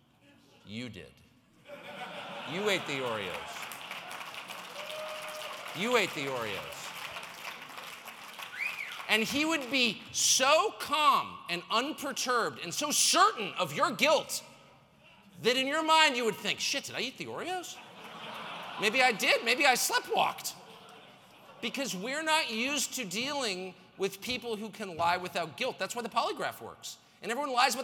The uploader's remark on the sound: speaks at the RiskOn360! Global Success Conference